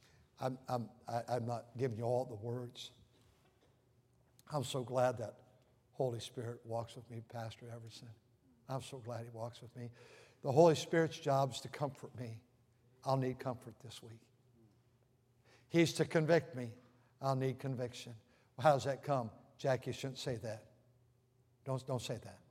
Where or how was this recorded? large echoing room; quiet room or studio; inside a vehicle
large echoing room